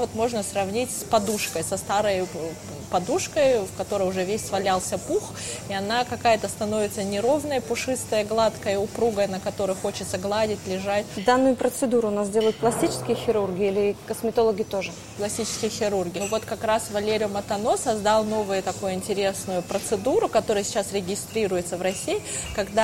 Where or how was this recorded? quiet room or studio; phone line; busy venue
busy venue